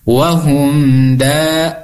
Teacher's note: Danya panjang, dua harokat karena matobi'i.